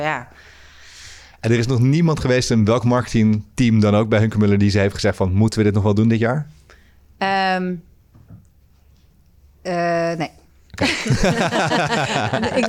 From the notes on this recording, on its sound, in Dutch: We spreken haar live op Emerce EDAY.